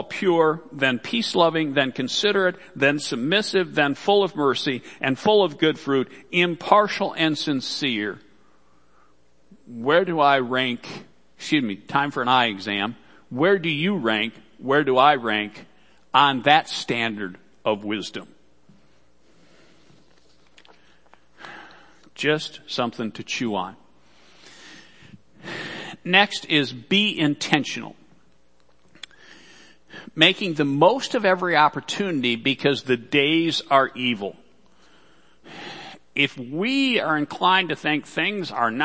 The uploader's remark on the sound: Worship Service - Audio.